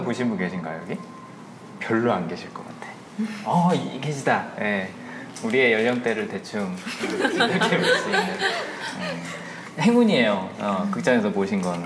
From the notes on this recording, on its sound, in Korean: 7/22 홍대 상영회와 공개녹음에서 일부 참가자분들과의 대화를 라이브로 녹음한 에피소드입니다. 9분 가량 제 마이크가 꺼져서 목소리가 좀 작게 들리는 점 양해 부탁드립니다.